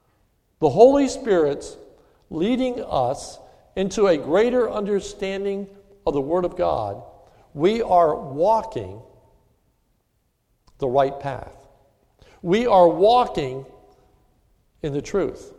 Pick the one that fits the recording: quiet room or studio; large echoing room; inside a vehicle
large echoing room